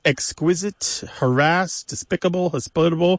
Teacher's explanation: they're all moving that pronunciation, that stress in the pronunciation to the second syllable